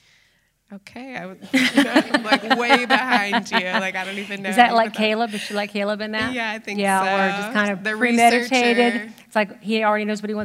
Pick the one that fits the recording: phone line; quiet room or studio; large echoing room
large echoing room